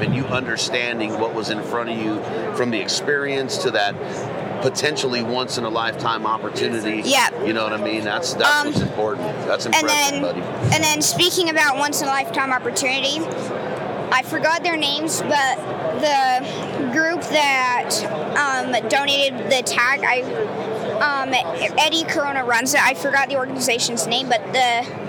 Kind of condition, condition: setting, busy venue